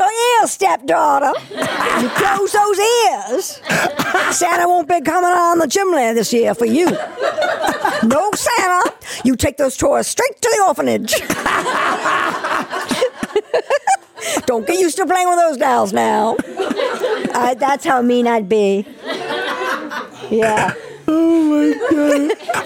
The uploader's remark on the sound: We welcome a live audience into our studios, open up the phone lines, sip on some holiday beverages.